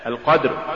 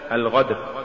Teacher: لولا شدة القاف ومخرجها لصارت غينا · Shown in: first take